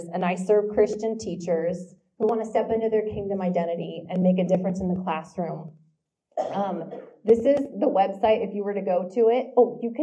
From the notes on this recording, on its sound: This week's LIVE episode comes from the first ever Manhattan, KS Teacher Prayer Breakfast!